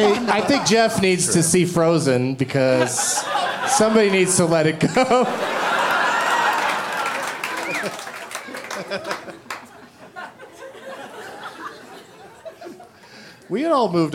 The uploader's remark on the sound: Live from Comedy Works in Denver